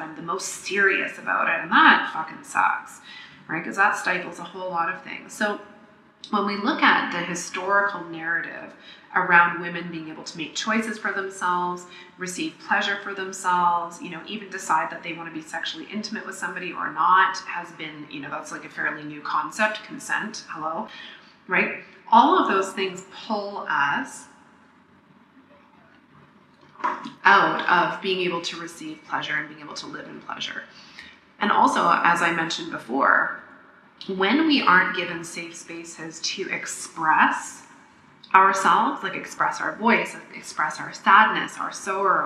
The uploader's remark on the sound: I may sound like I'm doing the podcast inside a tin can, because I did in fact make this in a tin can.